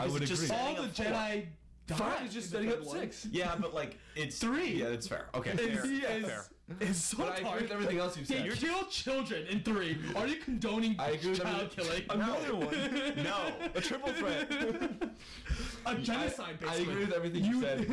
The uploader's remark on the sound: Also sorry for the audio quality we get kinda loud